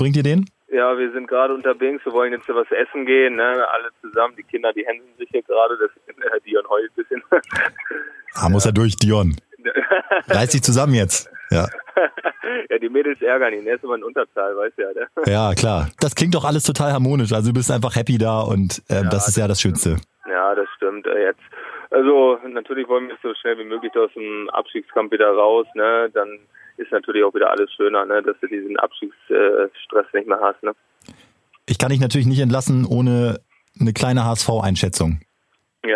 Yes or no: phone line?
yes